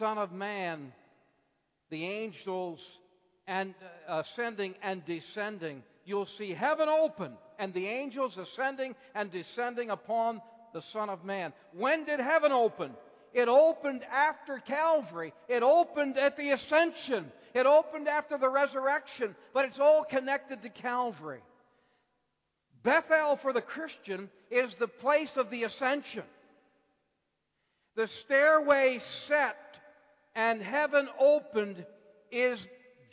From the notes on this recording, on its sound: Bible Conference Evening Service